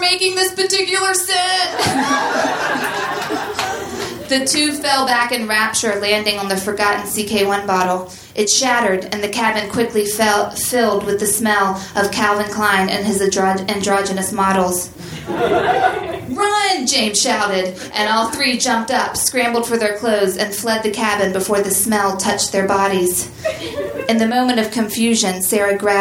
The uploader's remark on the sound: Recorded June 26, 2014 at Union Hall in Brooklyn.